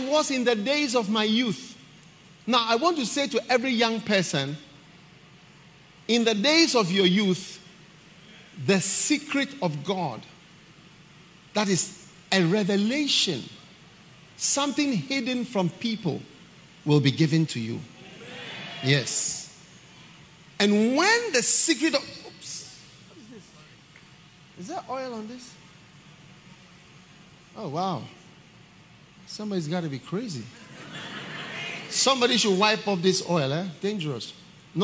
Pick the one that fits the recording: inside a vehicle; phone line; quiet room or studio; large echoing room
large echoing room